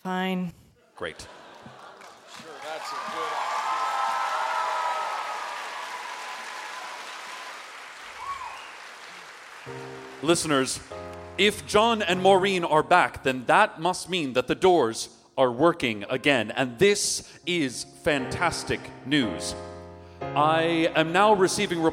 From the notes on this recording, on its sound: This episode was recorded live at The Town Hall in NYC.